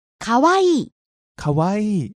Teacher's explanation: Start out low, rise on the wa, stay high for the first e, and then come back down on the last e. · Term: pitch accent